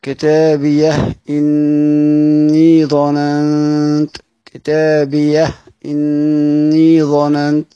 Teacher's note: لأنها هاء سكت، فيقرؤون كتابيه إني ظننت، كتابيه إني ظننت، يقرؤون بإسكان الهاء كما هي وتحقق الهمزة